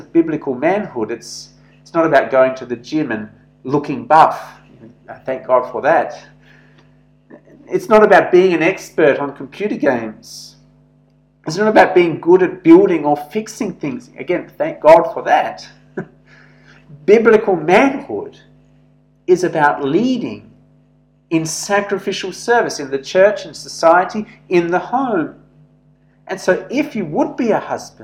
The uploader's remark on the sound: This sermon was preached at St George's Church, Penang on 7th July 2021.